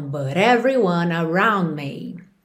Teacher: T com rarara no final desse but, porque eu tô ligando com everyone